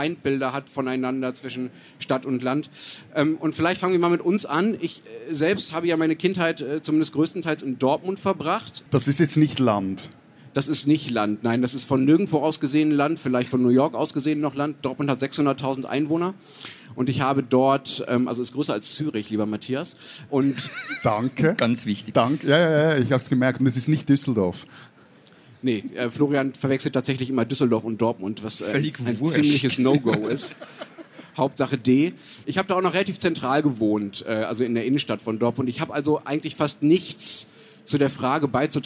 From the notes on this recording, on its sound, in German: Beim Livepodcast auf der Buchmesse Wien